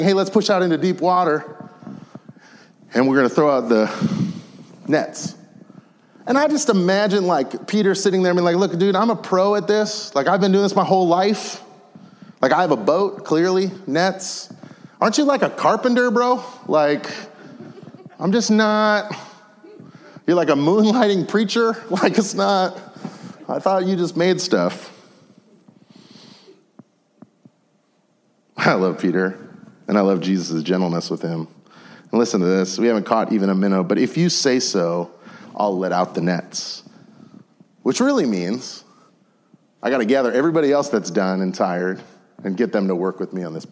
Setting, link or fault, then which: setting, large echoing room